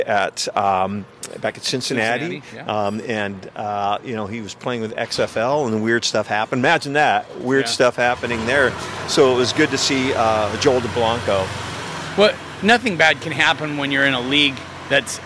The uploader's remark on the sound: DawgmanRadio at Washington's Pro Day